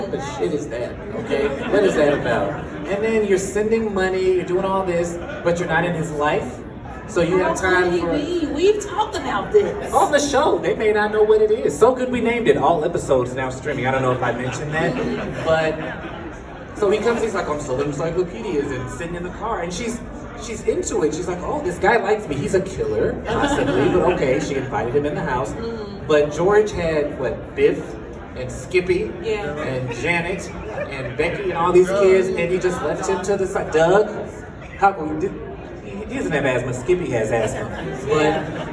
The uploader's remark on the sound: Live from Goldencon 2023! Recorded in front of a live studio audience from The Rusty Anchor stage!